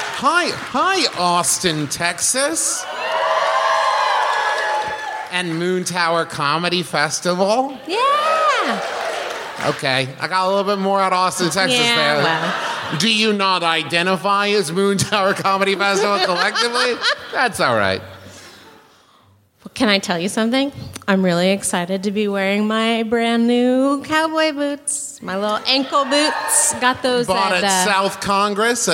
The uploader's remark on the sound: This episode was recorded live at the Moontower Comedy Festival in Austin.